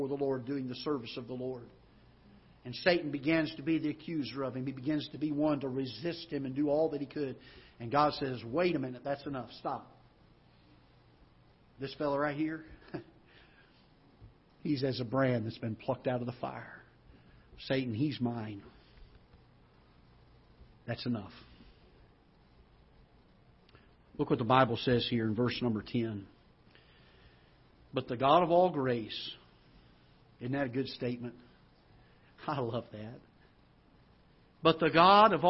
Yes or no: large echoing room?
yes